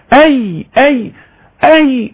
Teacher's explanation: وسط اللسان مع وسط الحنكة ايضا غلق اللهاء لعدم خروج الهواء الى التجويف الانفي مرة ثانية. وهذا الصفات اللي بتصف بيها حرف حرف الياء هكذا.